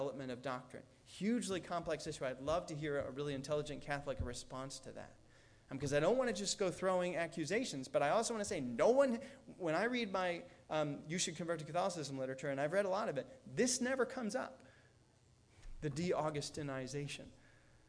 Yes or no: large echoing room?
yes